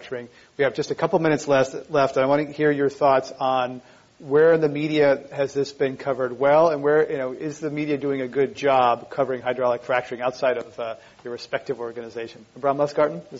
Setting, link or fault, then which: setting, live audience